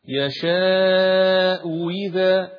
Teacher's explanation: لكن الهمزة الثانية تتقلب واو. واو مكسورة.